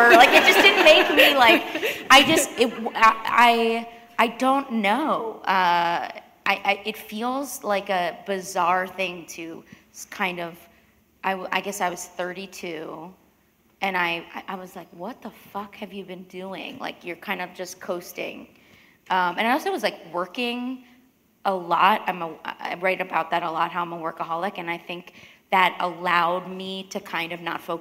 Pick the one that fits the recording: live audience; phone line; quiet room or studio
live audience